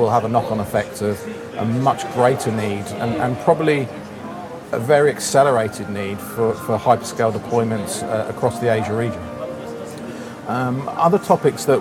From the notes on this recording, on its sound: coming to you from the Data Center Dynamics conference in Singapore